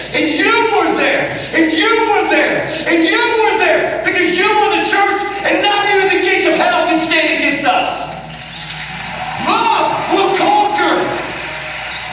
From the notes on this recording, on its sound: We apologize for the lacking audio quality in this week's sermon.